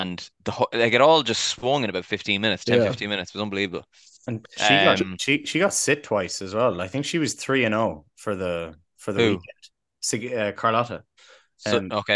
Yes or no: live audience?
no